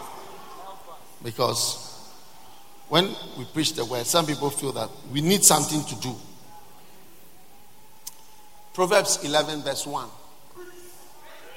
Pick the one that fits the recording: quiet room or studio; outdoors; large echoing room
large echoing room